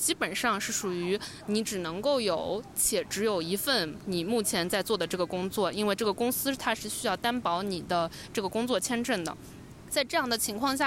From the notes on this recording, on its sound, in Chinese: 海南的大海。封面是昨天录音时面对的海。